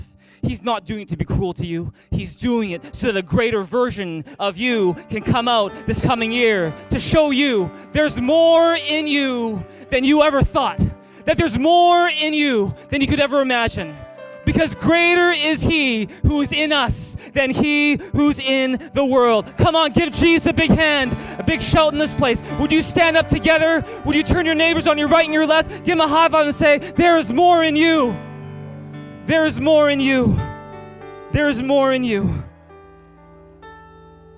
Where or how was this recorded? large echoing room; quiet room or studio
large echoing room